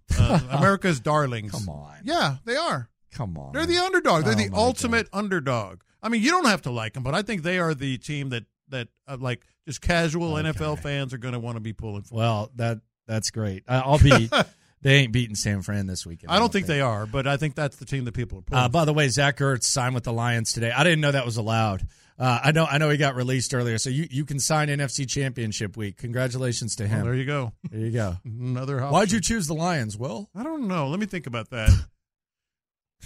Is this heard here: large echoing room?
no